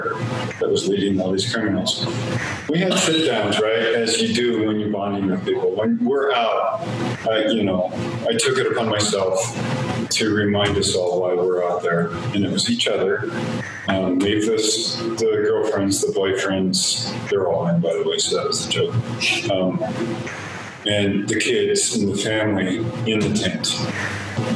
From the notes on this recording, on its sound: I will say in advance the audio quality is not the best.